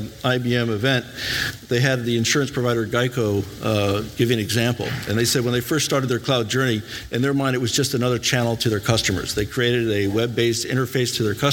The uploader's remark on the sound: This weeks podcast is a live recording from the Canadian Space Summit.